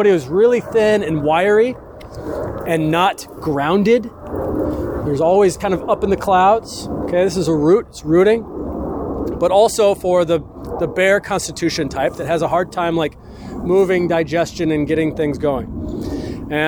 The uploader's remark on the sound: A haunted herb walk recorded on a full moon lunar eclipse in an old growth forest with a church clergy cemetery. Live to about 20 people on a chilly October the 28th just before sunset.